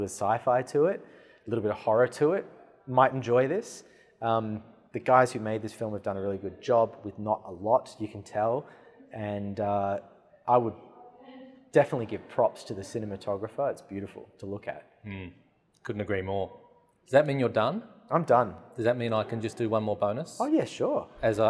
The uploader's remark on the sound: All on location at the RMIT Capitol theatre.